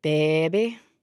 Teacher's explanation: the pronunciation of baby, which in New Orleans, in the African-American population, seems to be pronounced with an extra long initial vowel